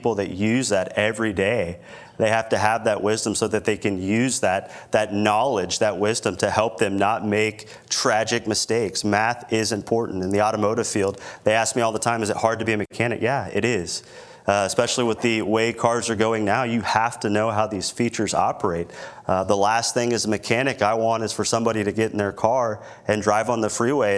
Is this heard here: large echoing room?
yes